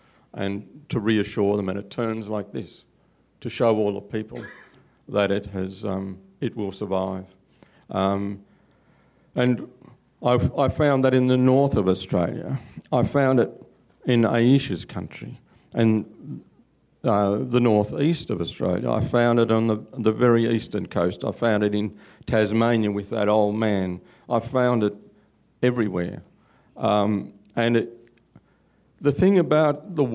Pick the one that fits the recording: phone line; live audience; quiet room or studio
live audience